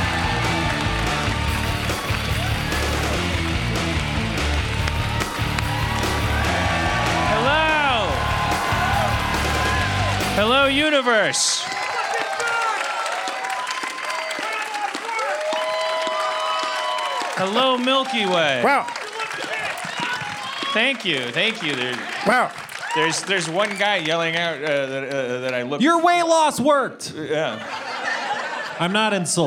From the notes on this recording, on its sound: Live from The Cradle of Aviation Museum in Long Island, NY